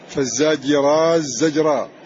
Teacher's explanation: إضغام التاء في الزاي